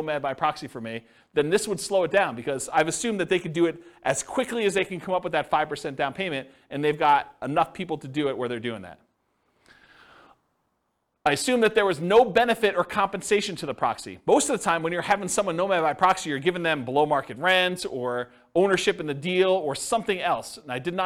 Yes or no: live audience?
yes